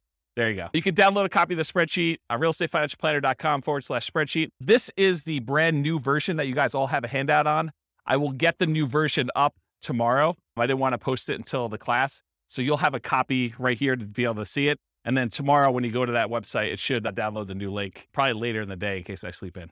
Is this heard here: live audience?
yes